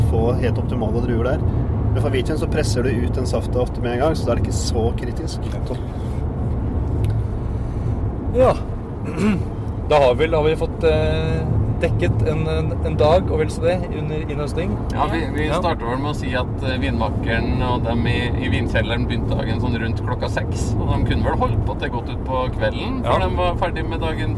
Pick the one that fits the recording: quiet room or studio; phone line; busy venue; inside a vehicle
inside a vehicle